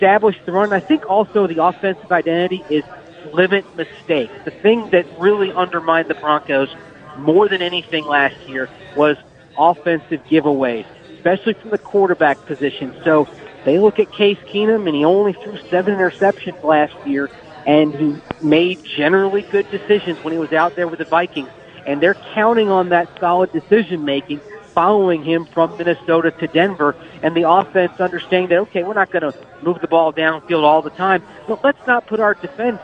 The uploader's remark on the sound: Live at Pearl Bar and Dining for Hawks Live!